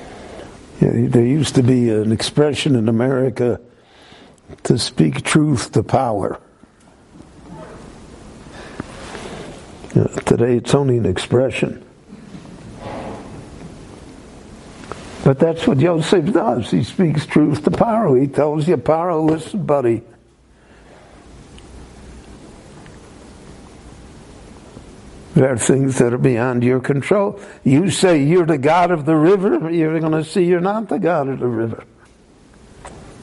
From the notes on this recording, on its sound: The following short lecture was given LIVE at Beit Knesset HaNassi In Jerusalem between the Mincha and Maaric prayer services.